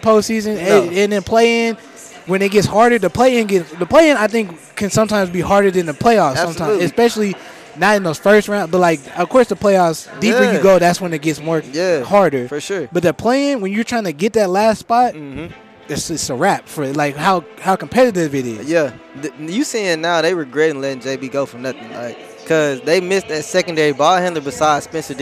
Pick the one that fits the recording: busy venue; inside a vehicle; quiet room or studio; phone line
busy venue